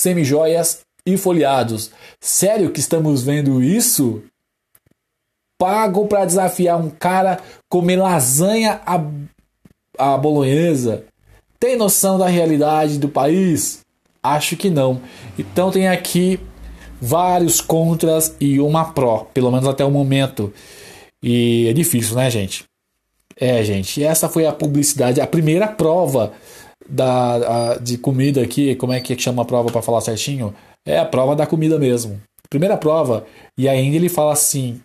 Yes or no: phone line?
no